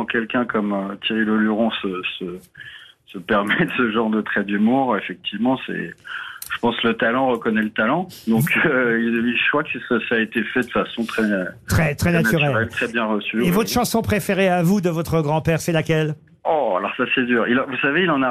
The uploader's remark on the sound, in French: les Grosses Têtes ont eu au téléphone son petit-fils